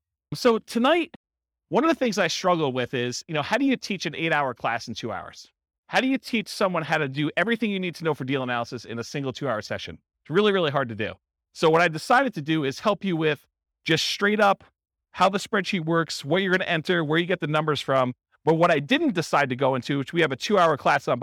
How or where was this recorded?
live audience